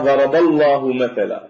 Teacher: تفخم اللام في ثلاثة مواضع من اسم الجلالة، في إذا انفتح ما قبلها، إذا كان ما قبلها مفتوحا مثل قوله تعالى ضرب الله مثلا، فالباء مفتوحة فاللام من لفظ الجلالة فخمت